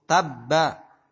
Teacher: Ba tasdid hakikatnya adalah ba pertama mati, ba kedua hidup.